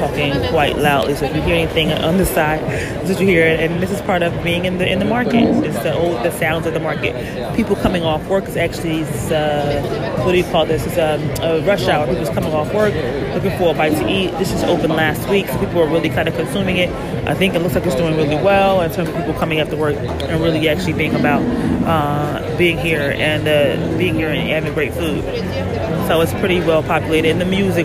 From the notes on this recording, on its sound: Phenomenal Eats on location at an amazing Gastronomic Experience, Time Out in Montreal. On location in Canada enjoying an amazing food market, Time Out.